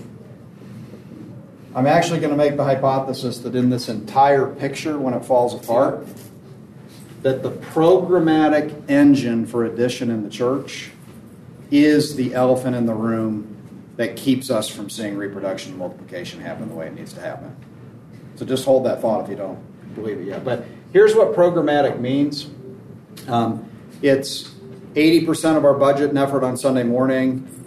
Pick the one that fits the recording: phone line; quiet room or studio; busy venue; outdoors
busy venue